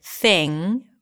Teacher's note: You know that pronunciation is my thing, and notice how I said thing without popping my g sound at the end, because it ends with an ng. So you don't really release the G here, thing.